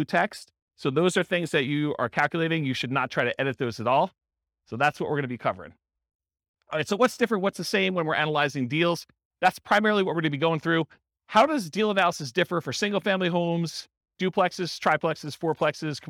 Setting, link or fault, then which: setting, live audience